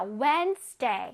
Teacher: 저기서 D는 소리를 내지 않습니다. 오케이? 그냥 무늬만 D가 있는 거예요.